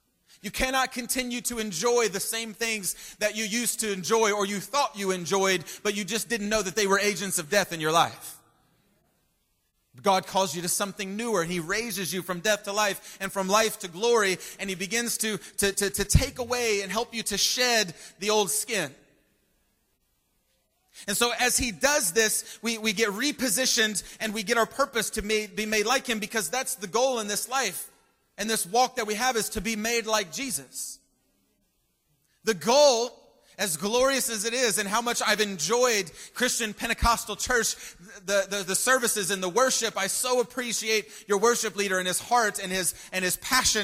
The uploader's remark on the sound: Preached at Christian Pentecostal Church in Staten Island. Preached at Christian Pentecostal Church in Staten Island.